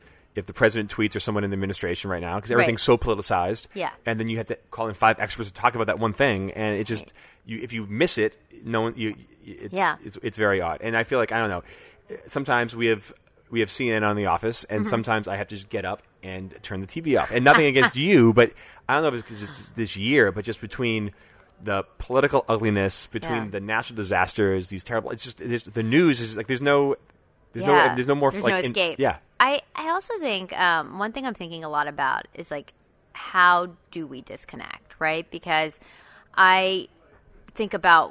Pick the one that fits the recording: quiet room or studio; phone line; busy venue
busy venue